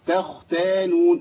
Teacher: الخاء هنا ساكنه محتاجه ايه صوت يمشي فيها شويه